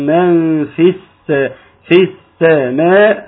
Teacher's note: بزود زمن السين لان زمن السين عامل زي زمن الشين كده لازم يزيد عشان في ايه في رخاوة